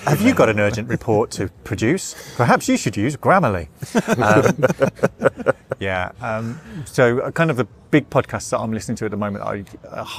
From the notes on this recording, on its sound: As we record during Birmingham Anime Film Festival at the Mockingbird Cinema, Birmingham!